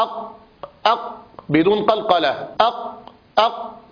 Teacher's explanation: القاف كما ذكرنا شديدة، يعني ينحبس الصوت في مخرجها